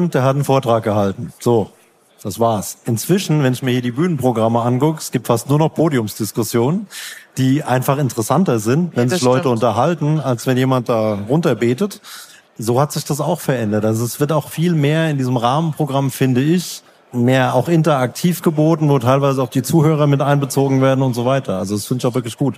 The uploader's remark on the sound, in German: live auf der JAGD & HUND